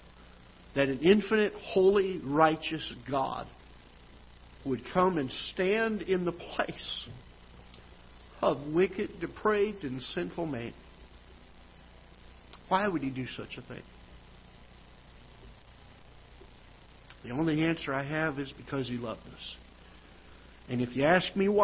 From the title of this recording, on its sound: Ketha Heights Baptist Church ~ Live Broadcast